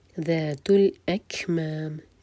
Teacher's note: کیف ساکن پر ہمس، سانس جاری رکھیں گے